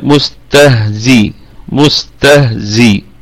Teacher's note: أيضا نراعي الرخاوة في الهاء